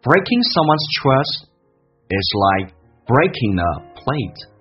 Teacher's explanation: 前面的 G 去掉，那么再往前面一个 N 跟 A 形成个连音